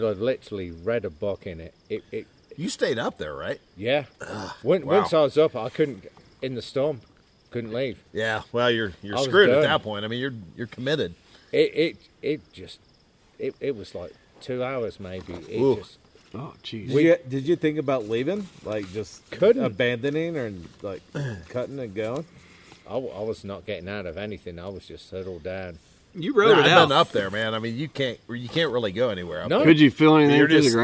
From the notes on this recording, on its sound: Recorded live in the Black Hills of South Dakota. I sit "lantern-side" in the backcountry with long-time hiking friends.